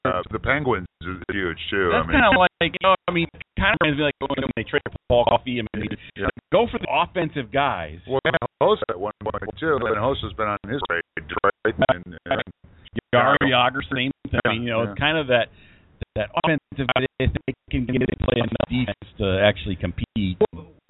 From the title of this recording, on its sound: The BS Sports Show Live from Pyromaniac Fireworks